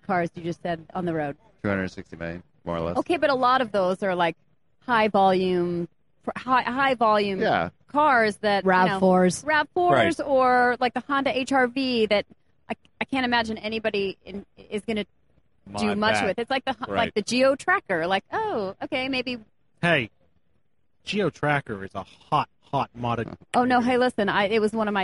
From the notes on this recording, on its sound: SEMA 2018 gave me the opportunity to test out a new panel format. Live on the Magnaflow stage at SEMA 2018.